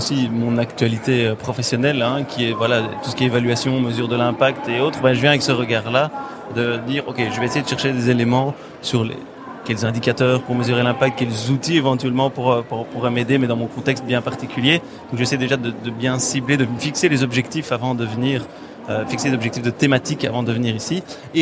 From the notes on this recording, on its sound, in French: Nous enregistrons directement du salon Learning Technologies France de Paris. Même si les conditions d’enregistrement sont inédites.